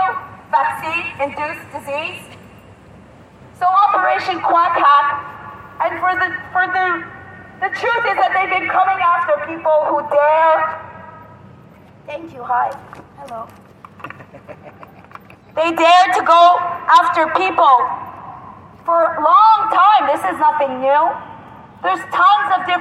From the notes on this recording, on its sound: Free The Grenons Protest in Miami, Florida {Live Feed}.